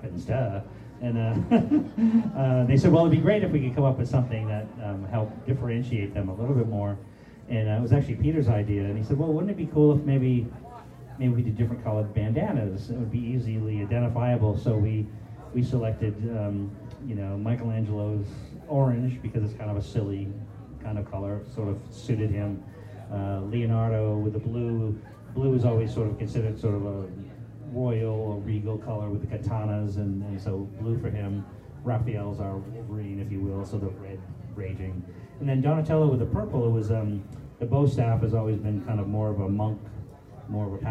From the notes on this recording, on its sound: moderated a Q and A panel at Tracy Comic Show